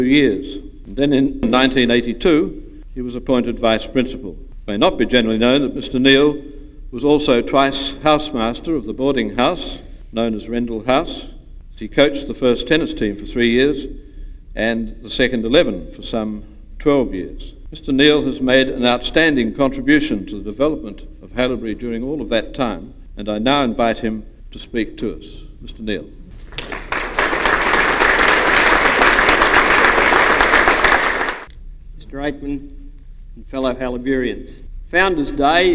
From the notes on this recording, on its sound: an address he delivered on Founders Day 1989 in the Aikman Hall